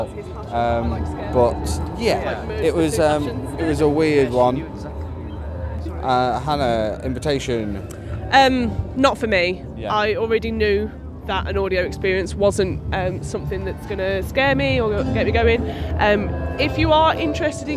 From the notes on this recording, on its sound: Scarefest at Alton Towers /On-location Review Episode 2023. We visit the Alton Towers resort as part of the Attraction Soure Scaremazing event to experience Scarefet 2023.